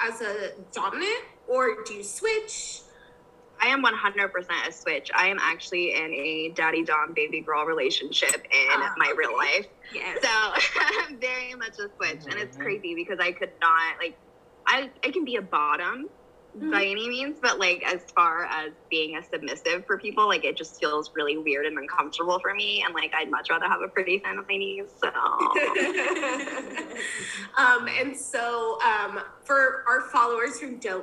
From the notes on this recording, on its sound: over zoom